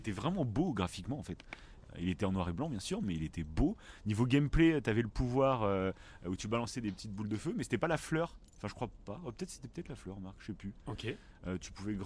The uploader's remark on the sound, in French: On enregistre dans un refuge en pleine montagne. Cet enregistrement est dans un refuge au coeur de la montagne.